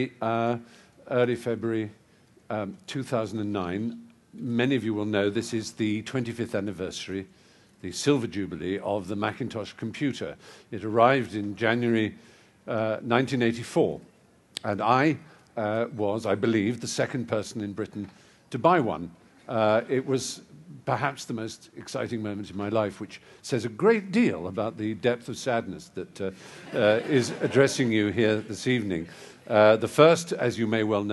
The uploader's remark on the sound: a capacity audience at the Apple Store, Regent Street on a snowy February evening